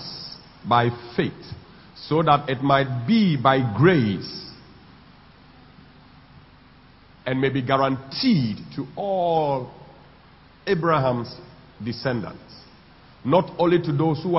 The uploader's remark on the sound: Sunday Communion Service at the Pentecost International Worship Center, Atomic.